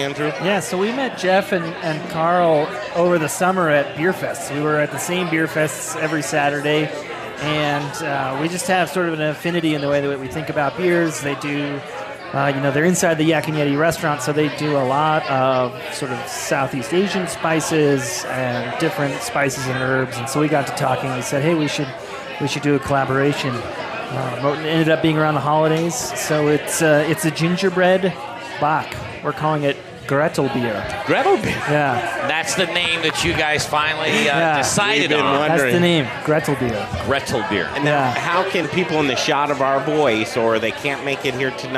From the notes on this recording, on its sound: The Modern Eater Show Live from Intrepid Sojourner Beer Project! We're here for their inaugural gingerbread house competition, along with Spice Trade Brewing Company, Root Shoot Malting, and Inland Island Yeast Company.